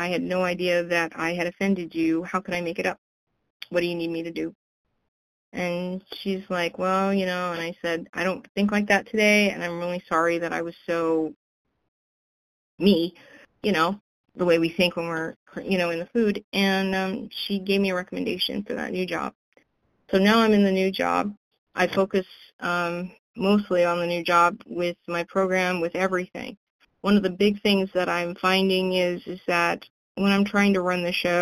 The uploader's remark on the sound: 100 Pounders Phone Meeting